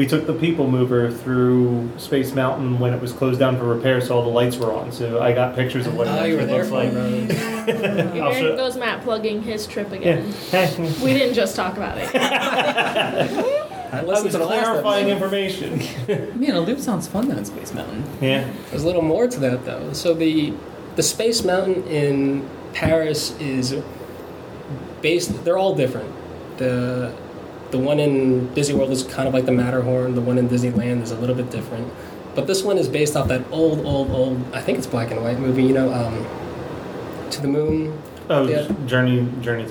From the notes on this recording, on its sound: We sat down with him in our office (So audio may be a little echo-y).